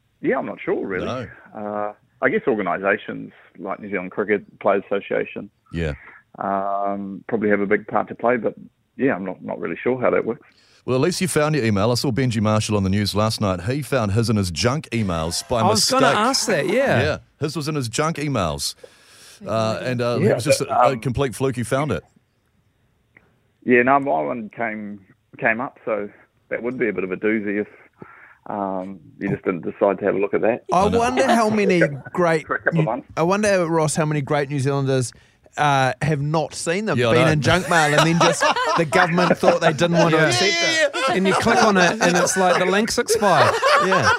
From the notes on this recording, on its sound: joins us on the phone